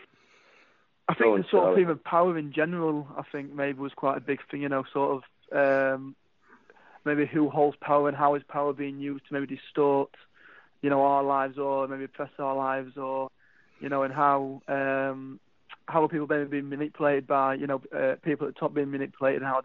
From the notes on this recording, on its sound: Over the phone.